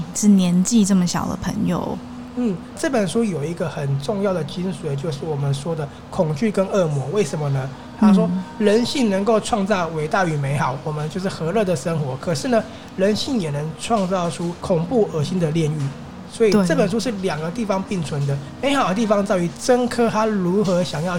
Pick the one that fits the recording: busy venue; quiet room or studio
busy venue